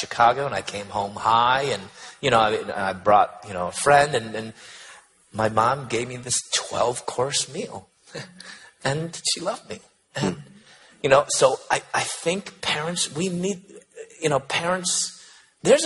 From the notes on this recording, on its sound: on a panel at the 2014 National Conference